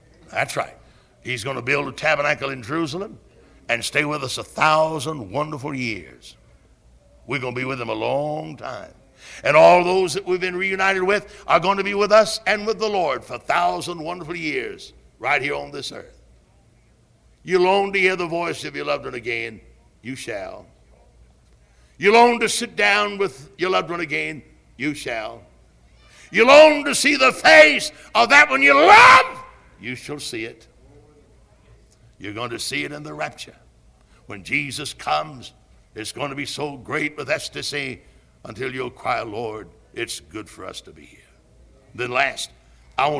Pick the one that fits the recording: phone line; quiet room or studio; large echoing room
large echoing room